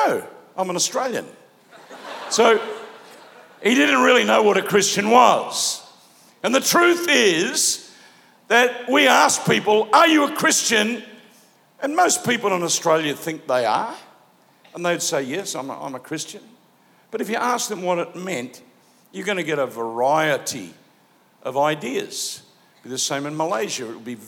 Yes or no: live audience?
yes